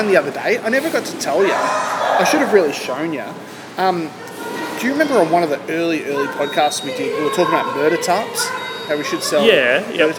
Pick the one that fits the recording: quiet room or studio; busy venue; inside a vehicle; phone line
busy venue